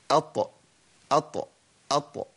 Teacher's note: استعلاء، تفخيم، بيرتفع أقصى لسان إلى أعلى. إطباق، بيلتصق جزء من اللسان بسقف الحنك الأعلى. إصمات، صفة قوة، كل دي قوة.